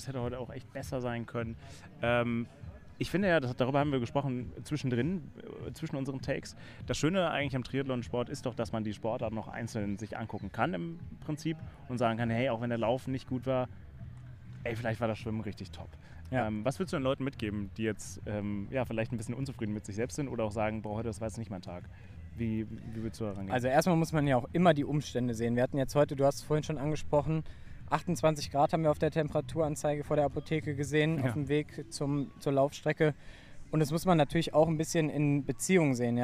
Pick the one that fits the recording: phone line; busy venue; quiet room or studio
busy venue